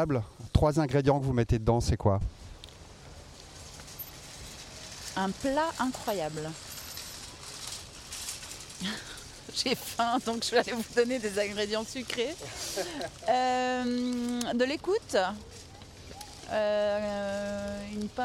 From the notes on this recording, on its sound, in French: Micro Trottoir. Je me suis dit que ça serait pas mal du tout d’aller poser la question aux principaux intéressés a savoir vous.